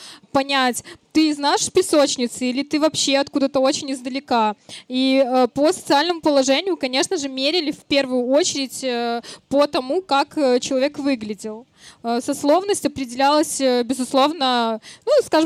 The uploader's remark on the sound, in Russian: Четвертый сезон было решено начать нетипично — запись выпуска прошла публично, на одной из площадок городского пикника Vulitsa Ezha (поэтому не пугайтесь непривычного звука и небольших посторонних шумов).